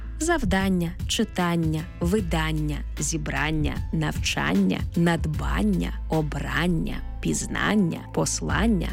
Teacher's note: Іменники, які утворилися від дієслів та закінчуються на «ання», здебільшого мають наголошений звук «а».